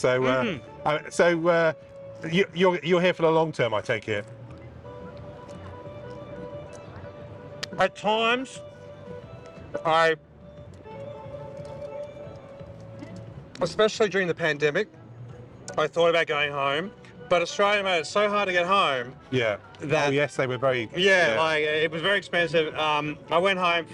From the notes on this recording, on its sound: outside the world's biggest department store, Maceys on Herald Square in Manhattan, New York City